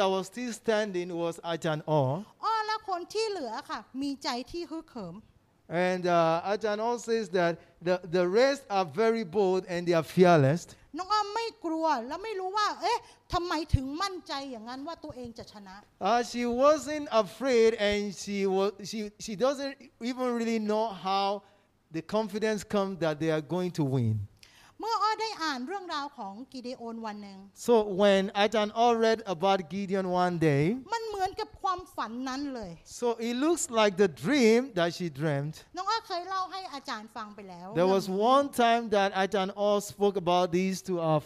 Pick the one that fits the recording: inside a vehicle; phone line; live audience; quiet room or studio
live audience